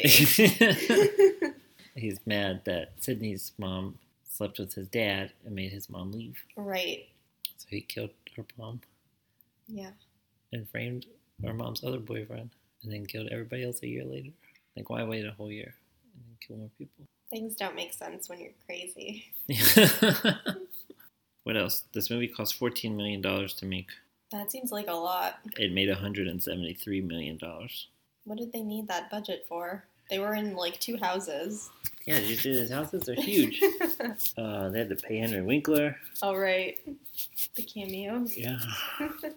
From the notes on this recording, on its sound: For our first episode, the audio isn't great, and there's way too much mumbling, but we're still learning.